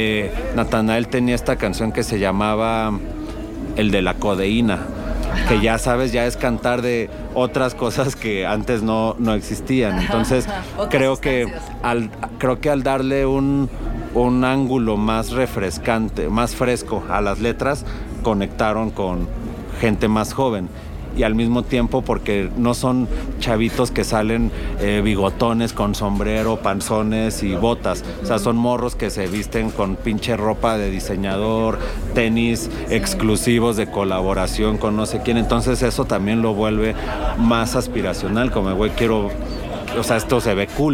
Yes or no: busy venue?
yes